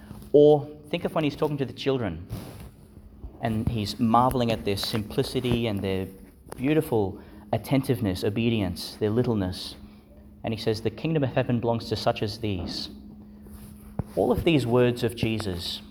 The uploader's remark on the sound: delivered in Our Lady Star of the Sea Church, Gladston, Qld.